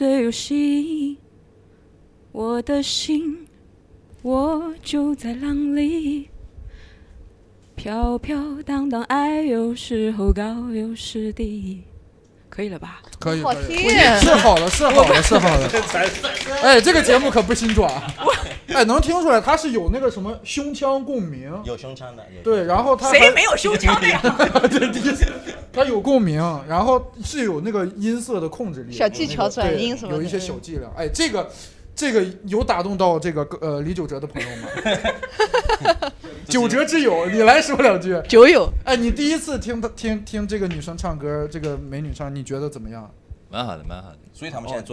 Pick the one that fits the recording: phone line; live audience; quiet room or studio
live audience